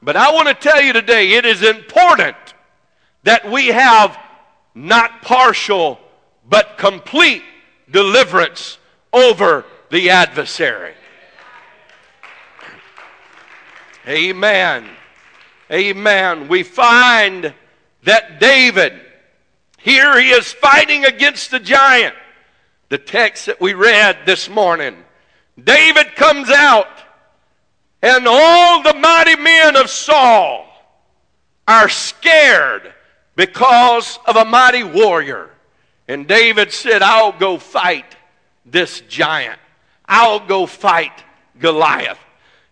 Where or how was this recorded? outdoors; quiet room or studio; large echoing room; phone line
large echoing room